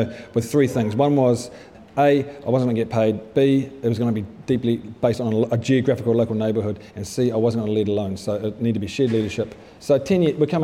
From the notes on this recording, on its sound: At a live event in Crave Cafe Auckland.